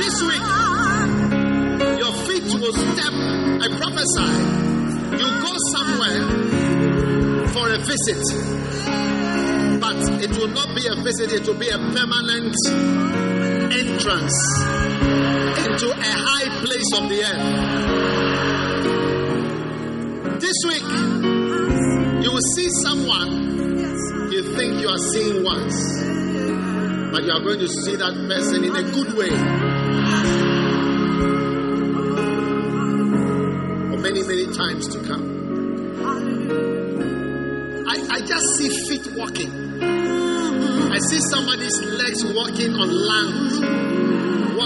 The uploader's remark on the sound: Preached at the First Love church, Accra.